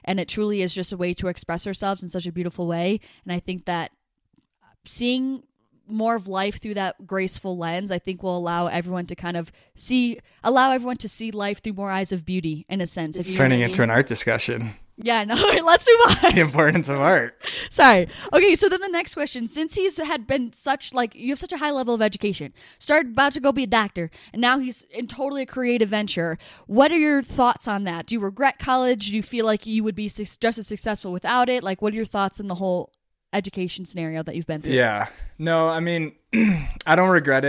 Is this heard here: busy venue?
no